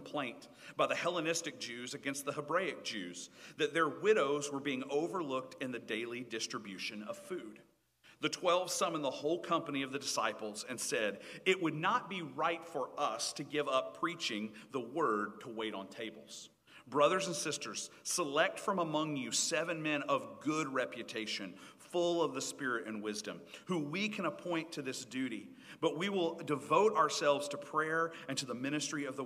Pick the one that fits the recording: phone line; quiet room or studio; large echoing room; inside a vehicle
large echoing room